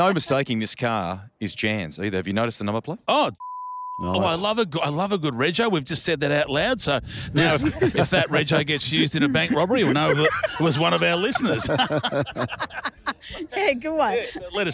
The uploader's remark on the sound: Live from Bendix Brakes